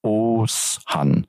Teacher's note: Also das G mit diesem Apostroph wird gedehnt, also wird nicht ausgesprochen, nicht Oguzan, sondern Oshan. · Term: weiches G